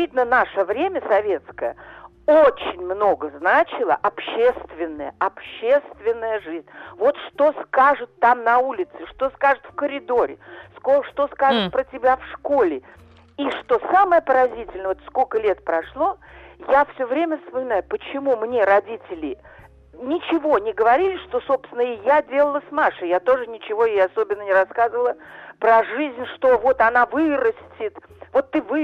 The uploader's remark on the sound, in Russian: по телефону